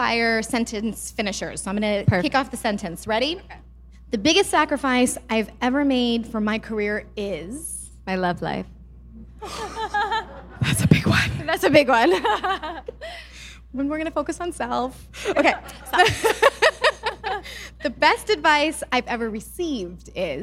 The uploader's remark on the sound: Live from our 2022 Small Business Summit event. For a fireside chat.